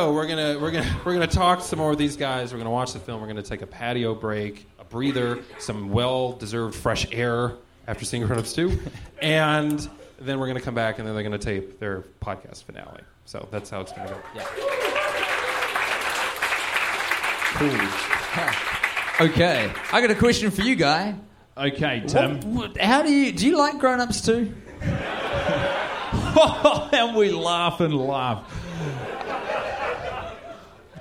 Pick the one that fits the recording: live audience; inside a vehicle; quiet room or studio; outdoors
live audience